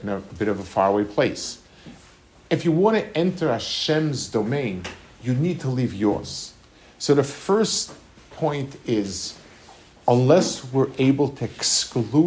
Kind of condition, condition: setting, large echoing room